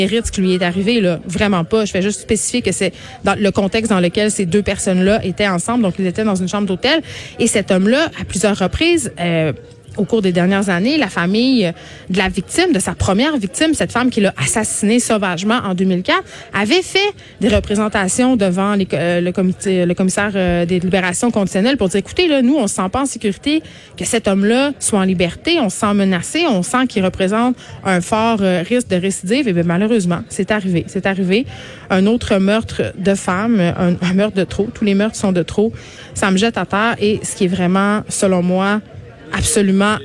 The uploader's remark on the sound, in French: En direct du Salon de l'auto de Montréal